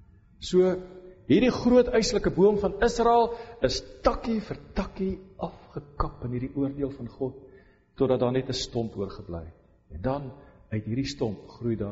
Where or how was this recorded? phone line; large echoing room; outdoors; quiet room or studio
large echoing room